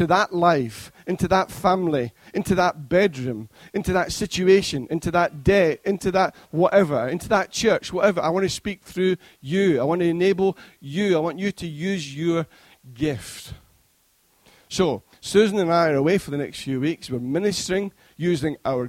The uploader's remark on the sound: Recorded at freedomcentre church, Preston.